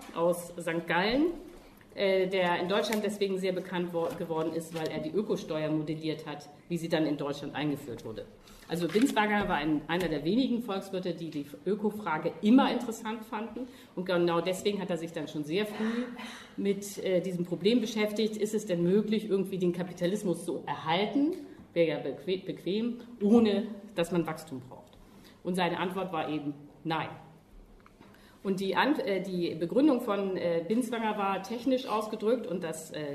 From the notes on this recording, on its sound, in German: Die Tagung "Andere Arbeit" fand am IFK, dem Internationalen Forschungsforum Kulturwissenschaften. Sie hören eine gekürzte Fassung des Eröffnungsvortrages.